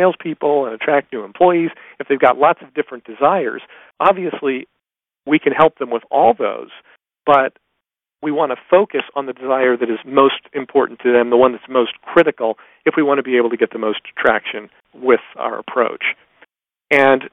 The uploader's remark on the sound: In this excerpt from a live Top Secrets teleconference